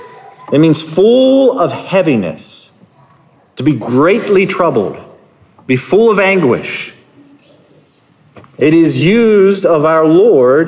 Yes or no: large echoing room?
yes